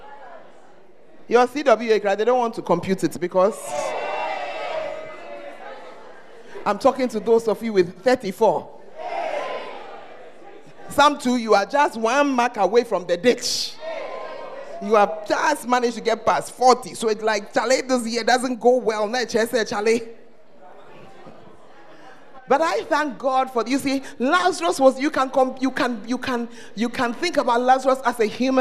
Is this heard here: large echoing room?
yes